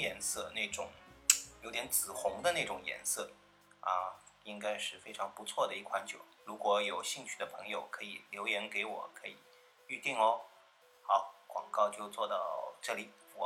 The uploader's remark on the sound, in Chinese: 这次用了AU录音感觉有些杂音，见谅